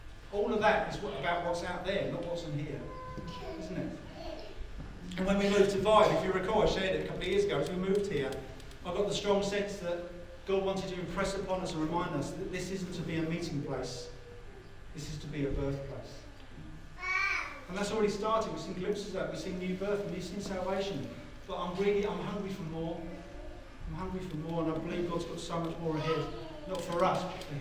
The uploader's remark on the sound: As we re-gather at Vibe in person. APOLOGIES FOR THE SOUND QUALITY.